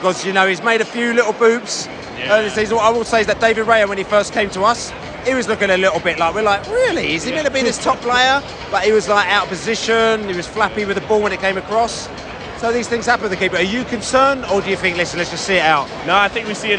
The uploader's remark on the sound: Post Match Podcast from the Atlanta Dome.